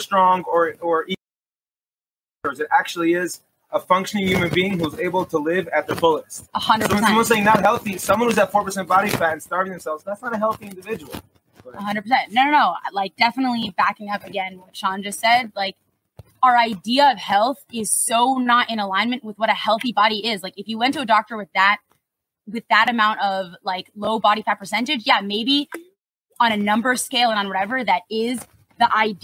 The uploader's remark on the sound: We apologize for any video/audio issues we had.